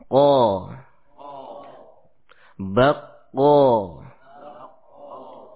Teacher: Yang pertama, aqsal lisan, bagian terjauh dari lisan, ya, yakni pangkalnya, ya, pangkal lisan, menyentuh dengan langit-langit di atas, ya, langit-langit di atasnya yang gembur, ya, keluar padanya huruf qaf